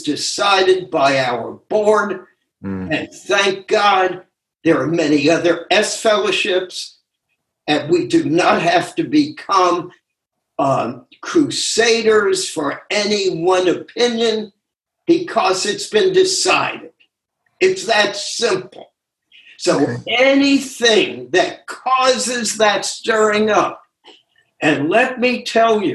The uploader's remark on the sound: Took us on a zoom journey through the Essays.